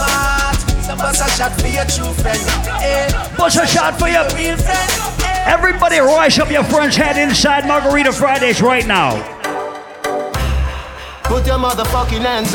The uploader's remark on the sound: Live audio recording of my set at Margarita Fridays in the Bronx